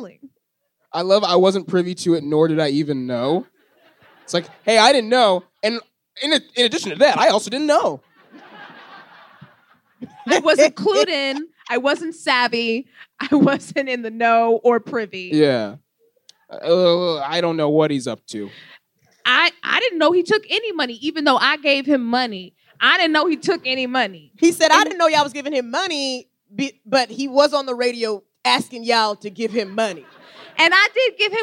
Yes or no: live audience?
yes